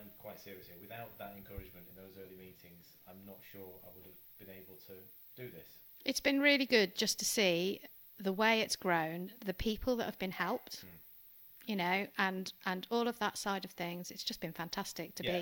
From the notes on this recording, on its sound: apologies for the unbalanced audio!